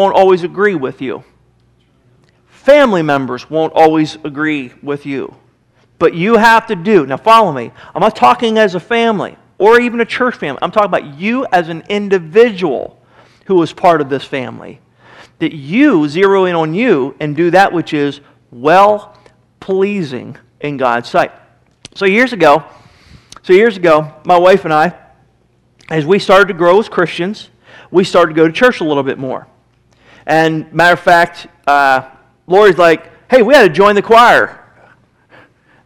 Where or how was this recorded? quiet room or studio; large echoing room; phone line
large echoing room